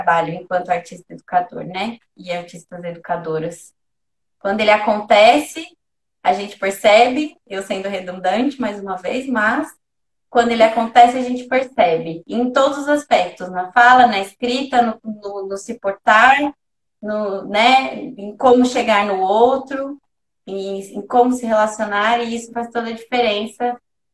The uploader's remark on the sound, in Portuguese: Live ocorrida no Instagram